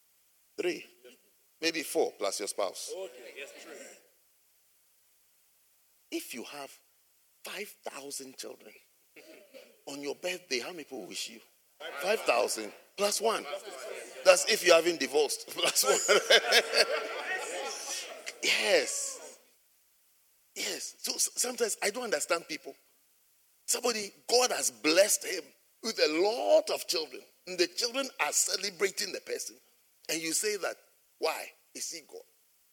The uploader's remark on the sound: at the Jesus Encounter Service - First Love Church, Birmingham